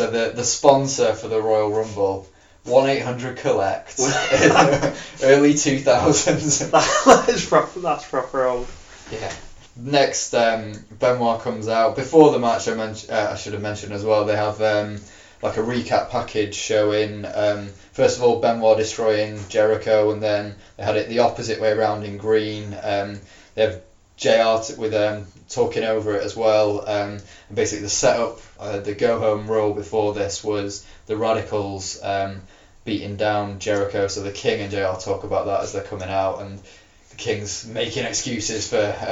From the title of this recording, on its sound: apologies about the echo!